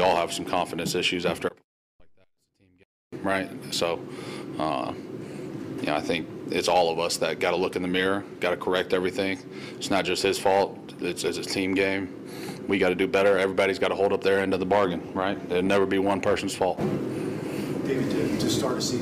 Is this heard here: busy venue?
yes